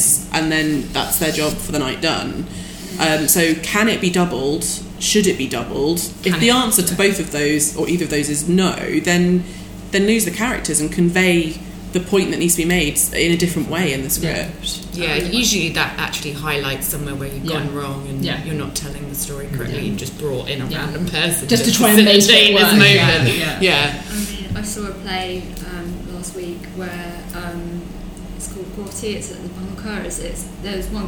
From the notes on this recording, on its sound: Listen to the Q&A session from the end of our WAF writing workshop